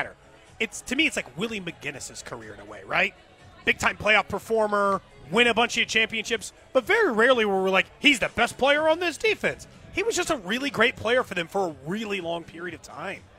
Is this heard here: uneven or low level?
no